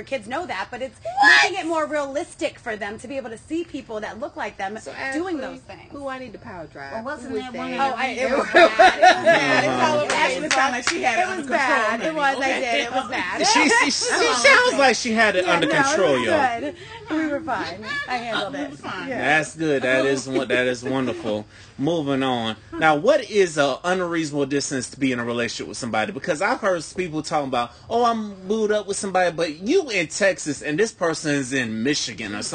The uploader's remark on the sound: we are live on location and having a round table discussion while sipping on wine and vodka.